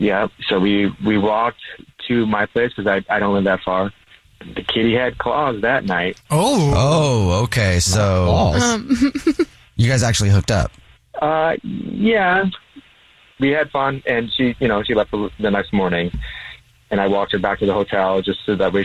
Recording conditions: phone line